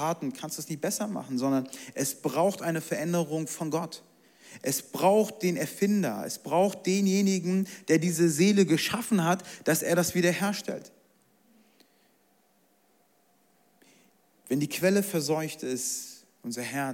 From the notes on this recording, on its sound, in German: Zeal Church Leipzig. Audiomitschnitt der Predigt.